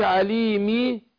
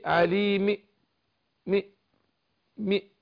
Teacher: انا عايز اختلس حركة الكسر اجيب بعضها · Shown in: second take · Term: الروم